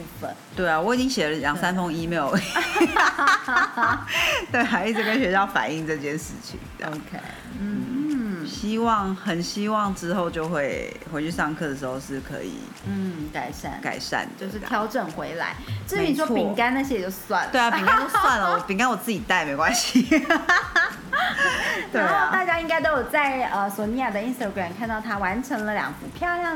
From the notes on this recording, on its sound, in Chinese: 拍謝下大雨收音比較有噪音…請大家包容一下了～～。